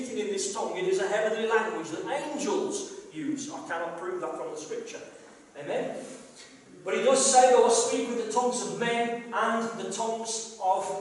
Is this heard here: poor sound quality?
yes